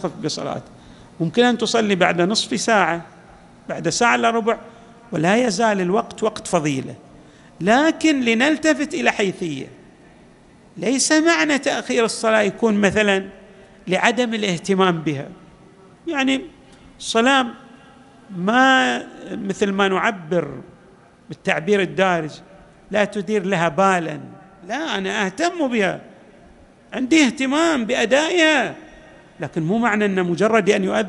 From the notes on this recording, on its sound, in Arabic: تسجيلات جامع الإمام علي عليه السلام الاحساء - المبرز